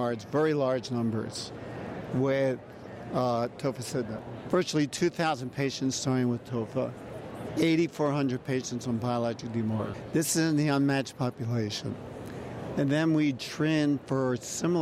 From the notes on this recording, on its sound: Congress Author Podcast - ACR 2019. Recorded at ACR 2019.